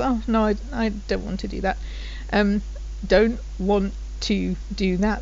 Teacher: So two of the T's have disappeared there. · Term: merge these into one